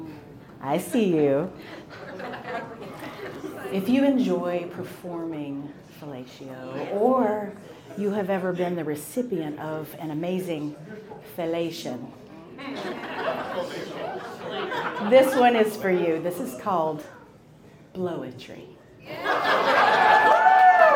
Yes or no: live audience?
yes